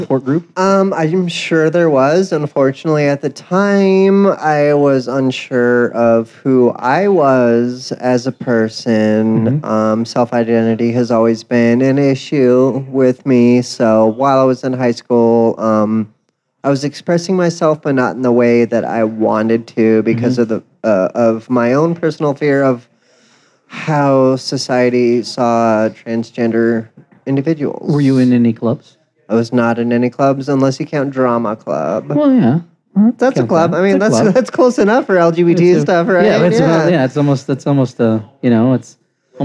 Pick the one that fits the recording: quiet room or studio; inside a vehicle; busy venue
busy venue